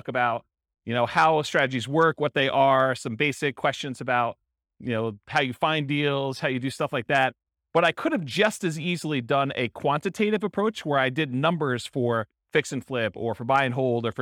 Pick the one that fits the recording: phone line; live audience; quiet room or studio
live audience